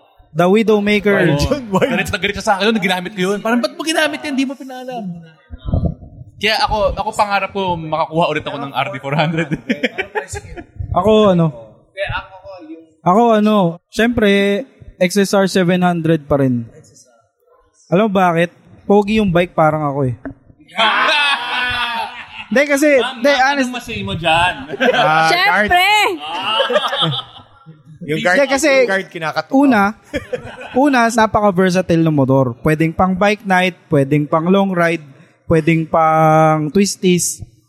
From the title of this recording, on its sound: live at Motora Azul Cafe Lounge 1955